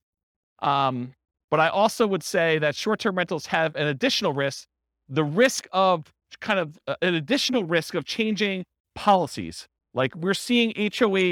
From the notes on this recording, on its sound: This was a live class recorded